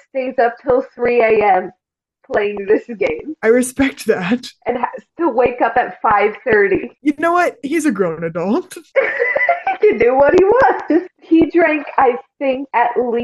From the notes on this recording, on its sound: There are MAJOR microphone issues in this episode.